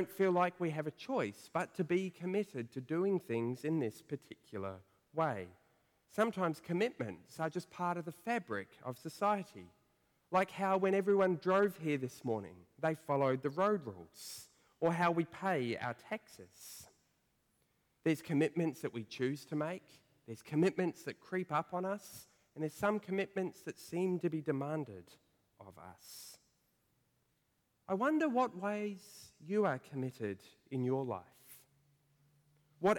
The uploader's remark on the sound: preached at First Church of Otago